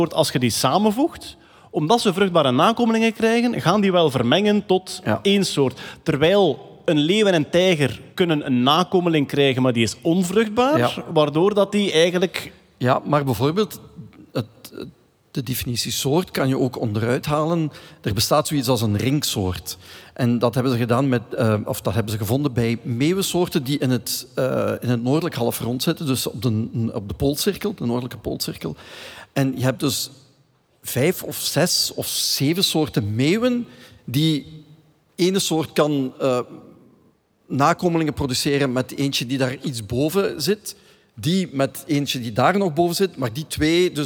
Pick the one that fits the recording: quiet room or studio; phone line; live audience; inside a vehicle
live audience